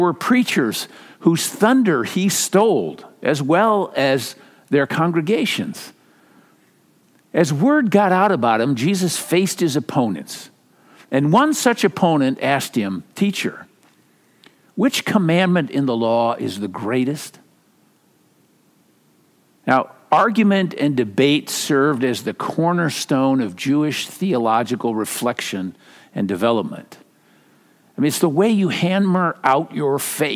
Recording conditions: large echoing room